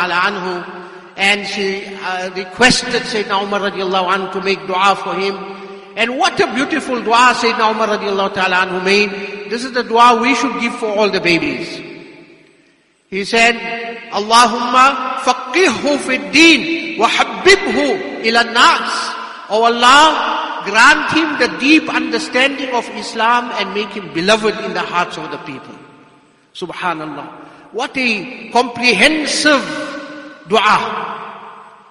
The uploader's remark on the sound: Jumuah Lecture at Masjidus Salaam, Musgrave